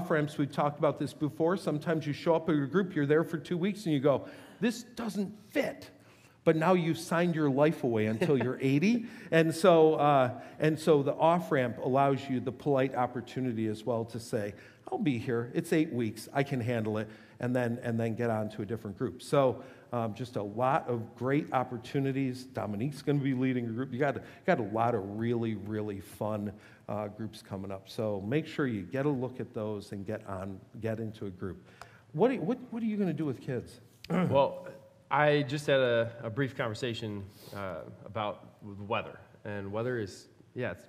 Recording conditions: large echoing room